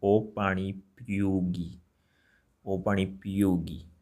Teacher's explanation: If you are gonna talk about a third person, a girl, then you will say O Pani Piyogi without a nasal sound.